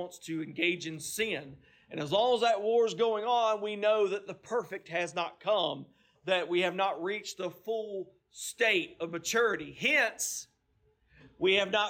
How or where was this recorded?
large echoing room